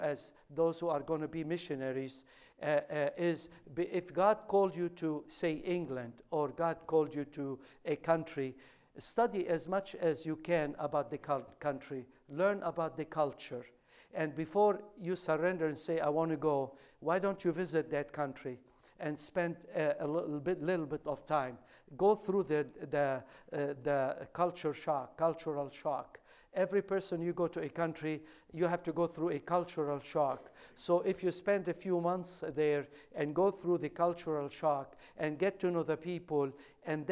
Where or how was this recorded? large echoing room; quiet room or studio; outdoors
large echoing room